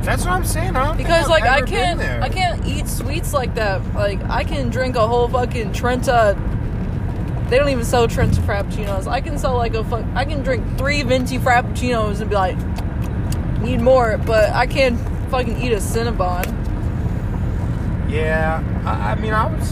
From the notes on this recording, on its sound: While recording this we were driving home from Pontiac,Michigan